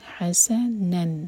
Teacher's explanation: ح کو حلق سے اور سین پر سیٹی کی آواز، حسنا نون پر فتح کی تنوین.